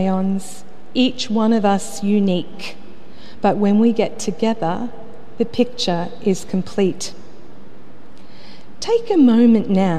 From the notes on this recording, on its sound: The homily from Sacred Heart Cathedral, Hamilton